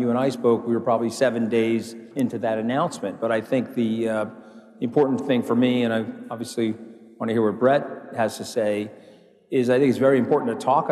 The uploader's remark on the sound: A Consensus 2023 panel